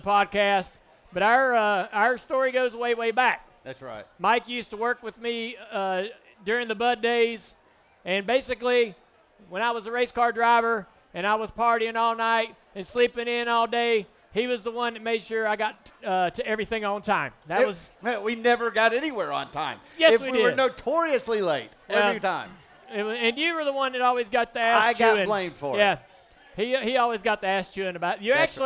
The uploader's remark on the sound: live from Ole Red on Broadway in Nashville.